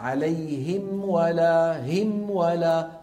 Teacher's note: لما أنا بظهر الأول، لما بقول في الفاتحة عليهم ولا هم ولا، صوت الميم منفصل تماما الانفصال عن صوت الواو التي بعدها، وكذلك صوت الواو مفصول عن صوت الميم، كل ما في الأمر أنهما تجاورا.